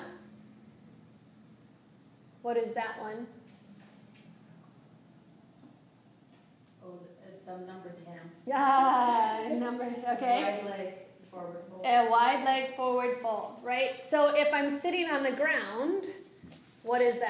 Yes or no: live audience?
yes